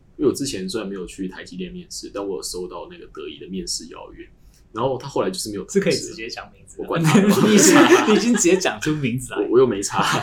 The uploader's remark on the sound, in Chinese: 四人會談要找場地真麻煩，希望有錢後可以大幅升級收音設備及場地。